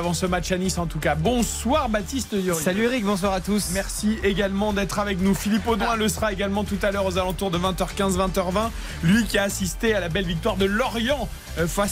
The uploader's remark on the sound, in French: en direct de l'Allianz Riviera